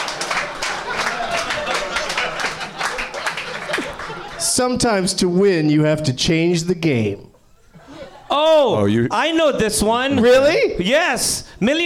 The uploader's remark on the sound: Live from the NerdMelt Showroom